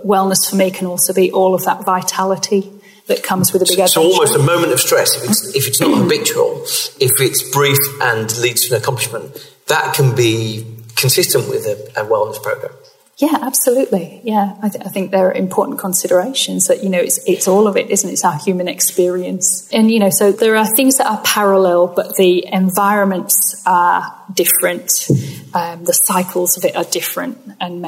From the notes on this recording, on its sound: Recorded at the Good Day at Work event in Manchester, hosted by Robertson Cooper.